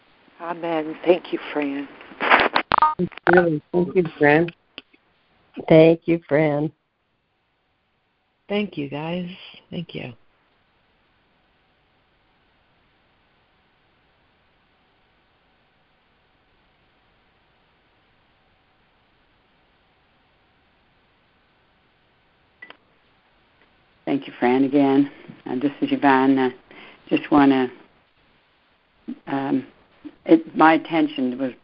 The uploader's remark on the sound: ACIM Daily Conference Call